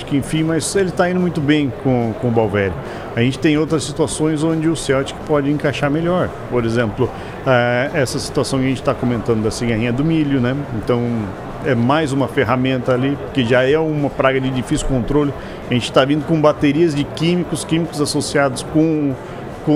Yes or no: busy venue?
yes